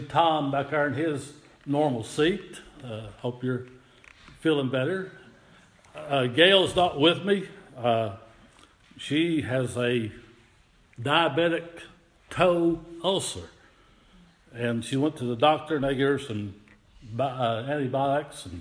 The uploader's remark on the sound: Audio Recording of worship service at Persia United Methodist Church in Rogersville, TN.